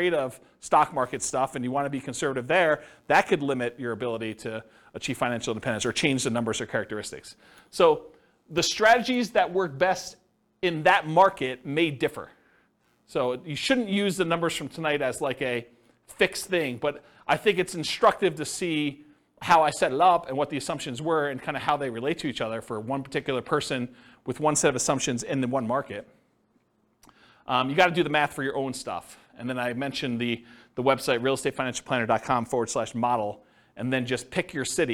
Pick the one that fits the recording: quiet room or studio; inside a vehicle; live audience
live audience